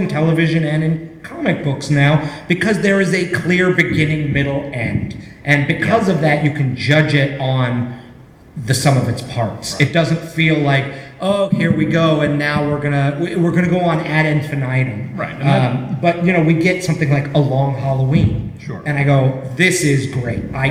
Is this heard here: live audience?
yes